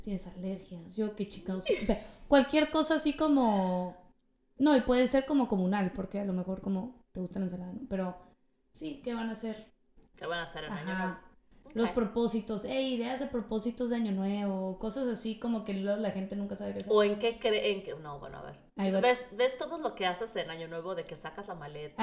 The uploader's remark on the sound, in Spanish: Tuvimos algunos problemitas con el audio.